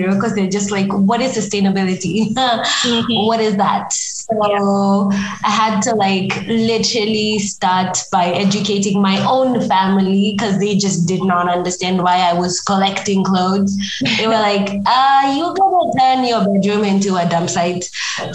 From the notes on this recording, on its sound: Despite the minor and technical issues we experienced during the call - apologies for any odd sounds you hear!